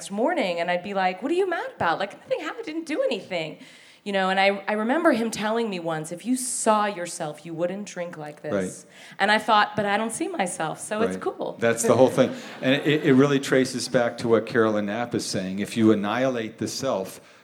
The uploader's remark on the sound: Record the show in front of a live audience at Revolution Hall in Portland, OR.